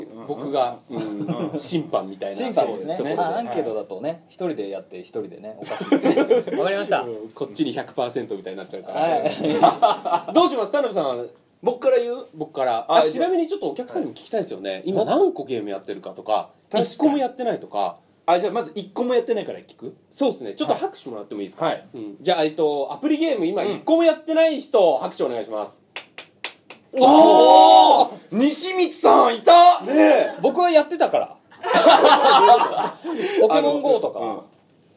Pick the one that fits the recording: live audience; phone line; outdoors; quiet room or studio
live audience